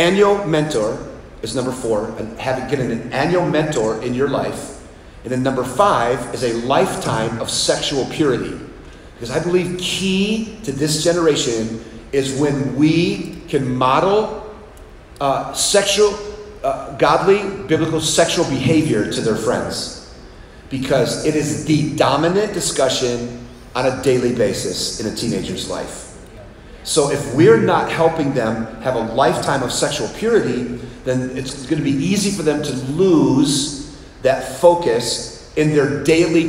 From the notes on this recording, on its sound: Live Audience At Texas Camp. We took a break at Camp in Texas and did a live podcast with 150 leaders.